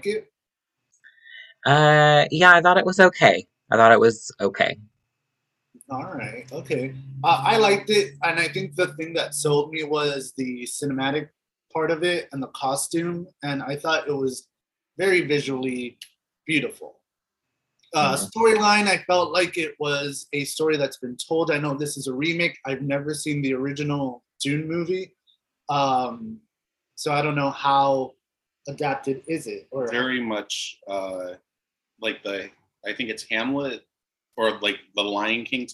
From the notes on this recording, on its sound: With the help of Zoom we chatting